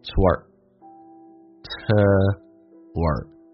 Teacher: 元音跟元音之间又有个连音，这个加一个 w